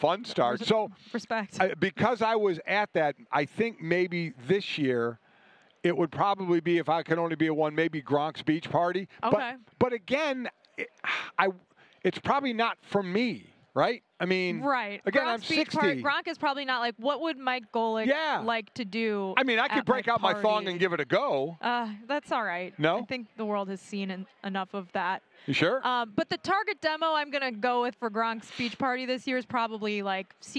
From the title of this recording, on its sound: from Radio Row in Arizona